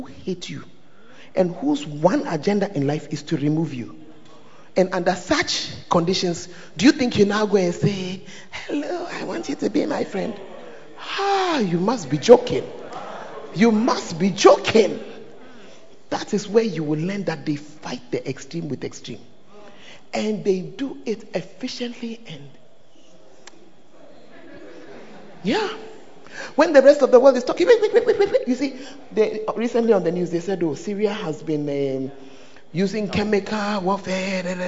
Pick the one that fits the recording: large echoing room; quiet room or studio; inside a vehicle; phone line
large echoing room